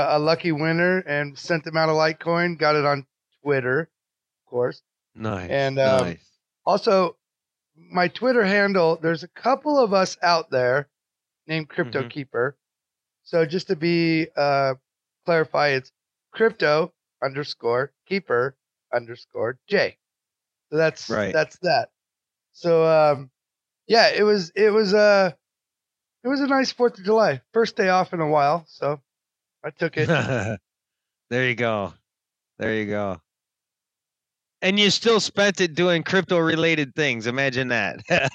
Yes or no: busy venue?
no